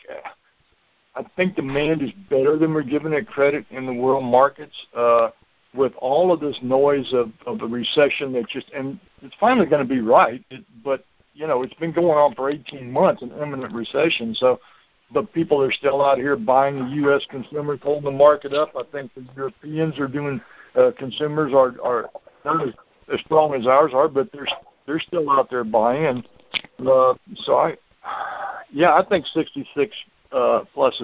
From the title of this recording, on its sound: Monthly Conference Call